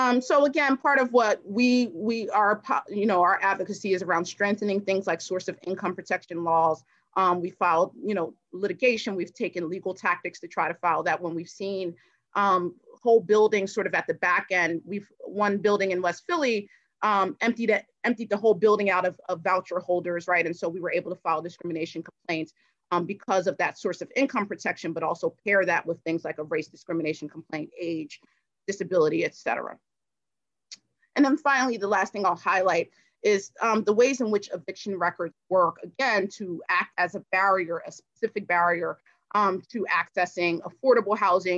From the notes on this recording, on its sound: held a virtual panel discussion